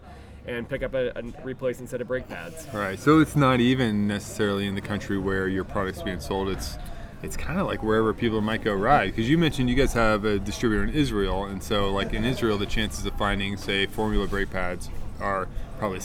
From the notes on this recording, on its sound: Apologies in advance for the wind noise, I met the product managers from Marin Bicycles at an outdoor cafe while at a major mountain bike event in France.